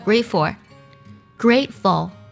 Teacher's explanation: Full 不能加儿化音